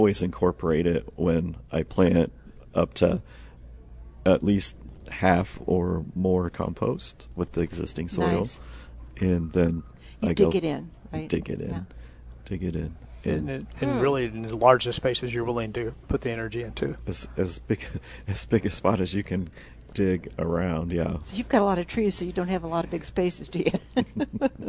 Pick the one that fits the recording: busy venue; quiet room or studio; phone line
busy venue